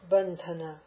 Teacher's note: If I say bandhana, the accent is on the dha, bandhana, just because of the aspiration.